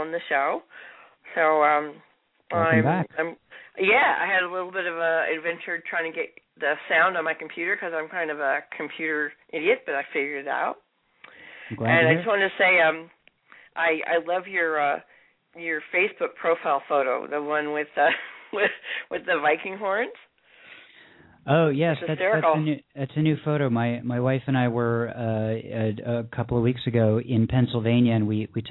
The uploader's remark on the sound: A couple of poets who had poems in the Poetry Super Highway's recent Holocaust Remembrance Day issue also called in to read their work.